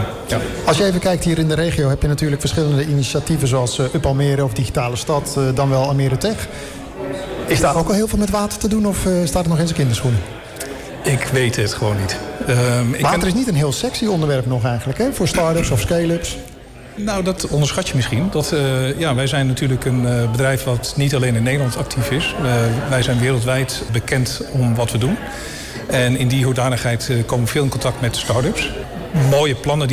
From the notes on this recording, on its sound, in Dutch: Een van de events op de Floriade Expo-terrein vond plaats op 22 september: het Floriade Hub Café. Een live-radioprogramma vanuit de Green Innovation Hub in The Natural Pavilion met muziek en aansprekende gasten uit de wereld van tech en innovatie.